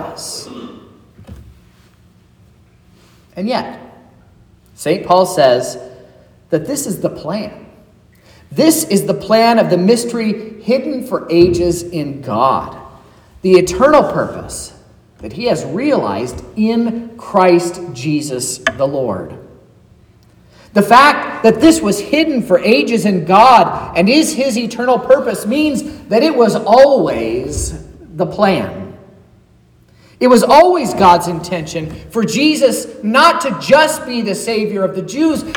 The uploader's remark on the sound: sermon preached at Trinity Lutheran Church in Vallonia, Indiana, on Saturday, January 6th, 2024